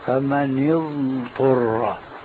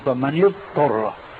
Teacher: فكأنهم أدغموا الضاد بالطاء، بينما الضاد حرف رخو والطاء حرف استعلاء، فأدغموا الضاد الرخوة بالطاء · Shown in: second take · هذا خطأ فاحش.